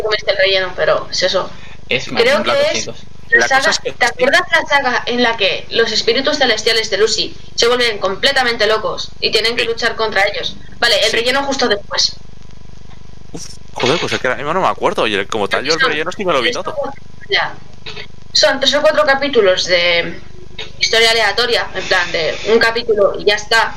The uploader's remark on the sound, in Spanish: No tiene la mejor calidad de audio, pero estamos tratando de mejorarlo con el tiempo.